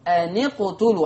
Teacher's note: همزة الوصل لما تشبك أن مع قتلوا همزة الوصل بتسقط